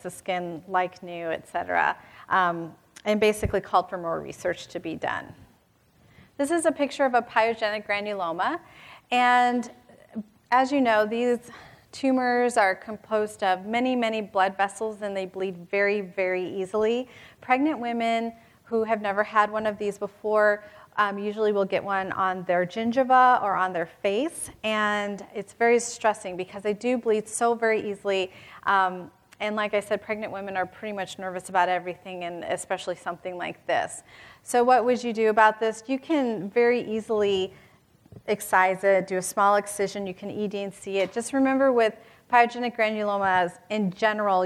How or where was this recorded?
live audience